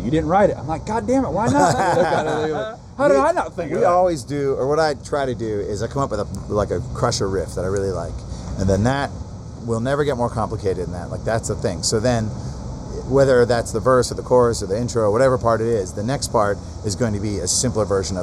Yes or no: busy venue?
yes